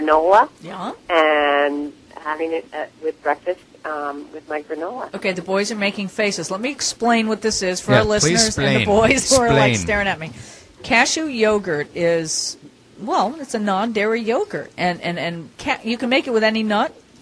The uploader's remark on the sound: We had a blast greening up the parking lot and the side of the road outside the studio before the show and during our break with a slingshot. Called in from Austin, TX.